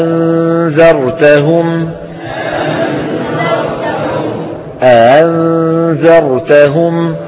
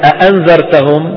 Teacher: فإن كانت الهمزة المسهلة مفتوحة يتردد صوتها بين الهمزة والألف · Shown in: first take · Term: الهمزة المفتوحة المسهلة